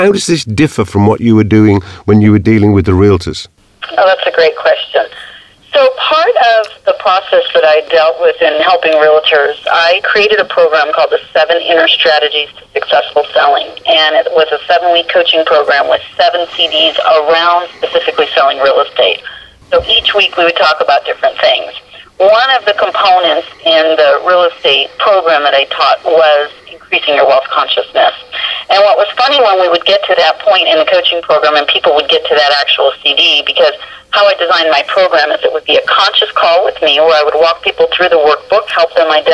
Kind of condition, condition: link, phone line